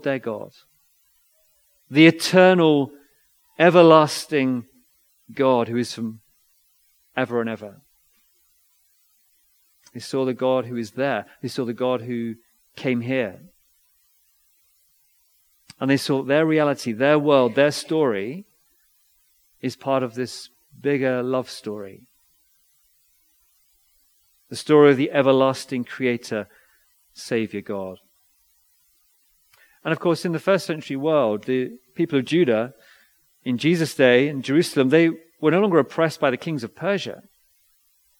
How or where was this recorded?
large echoing room